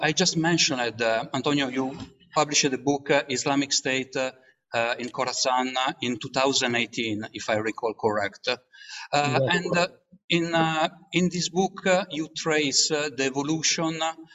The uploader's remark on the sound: This public talk was conducted online via Zoom.